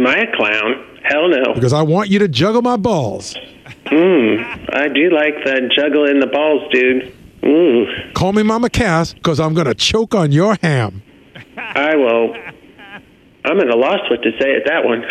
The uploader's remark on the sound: Phony Phone Call.